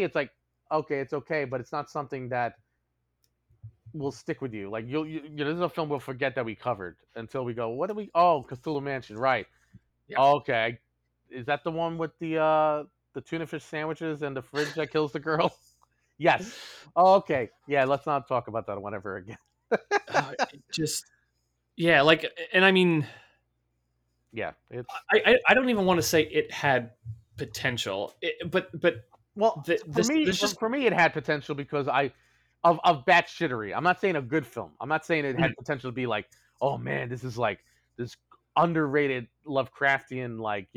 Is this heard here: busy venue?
no